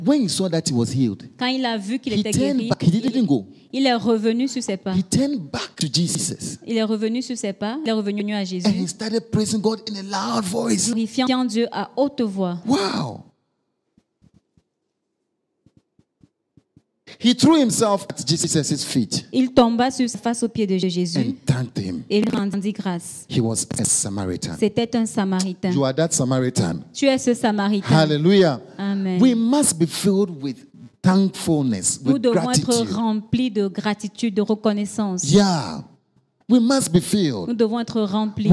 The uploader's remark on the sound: Preached during Joyful Hour Sunday Service